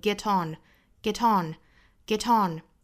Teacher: 这个 get 和后面的 on 做连读